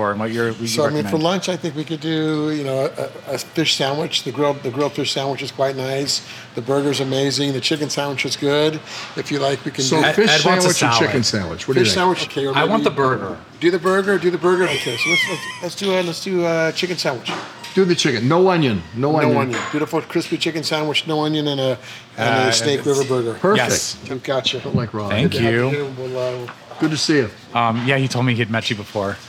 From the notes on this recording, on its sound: Over some fancy sandwiches. This episode was recorded at Lunetta in Santa Monica.